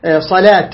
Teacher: الصاد زين مفخم، اللام مرقق